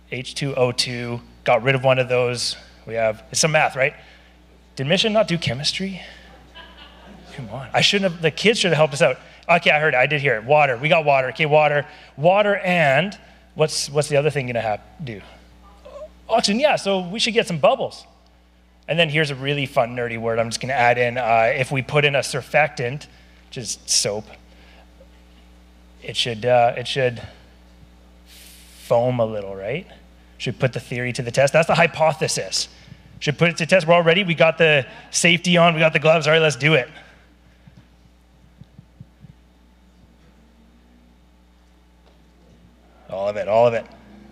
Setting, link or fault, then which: setting, large echoing room